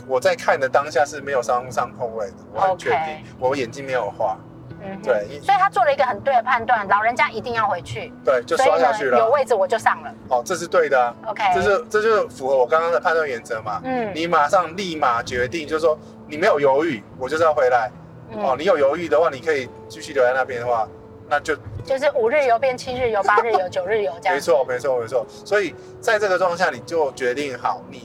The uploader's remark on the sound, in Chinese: 本集因為在高速公路邊聊天邊錄音。背景噪音已經做過相對應處理，但還是沒辦法跟其他集數相比。